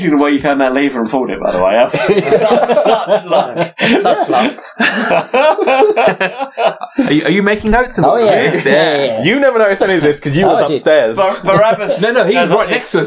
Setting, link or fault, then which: fault, poor sound quality